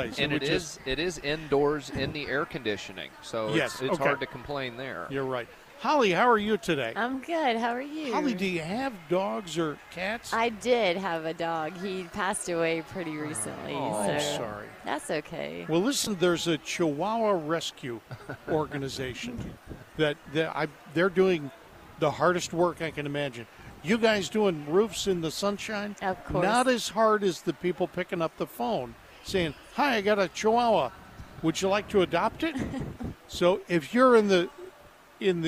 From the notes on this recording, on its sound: Live from the NC Pet Expo